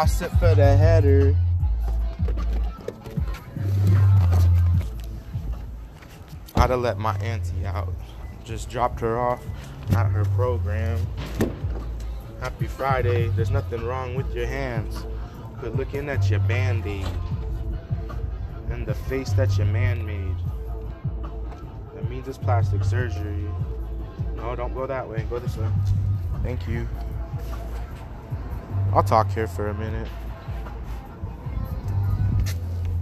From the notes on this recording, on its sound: Driving my auntie to program